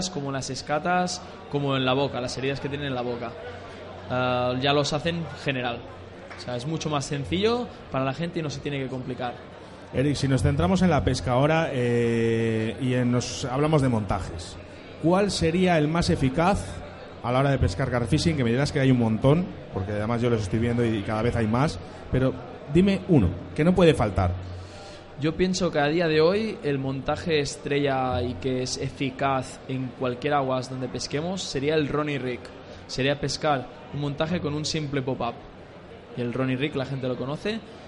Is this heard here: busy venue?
yes